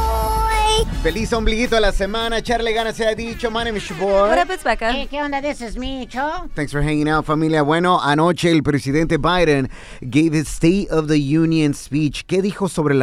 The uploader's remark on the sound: we opened up the phone lines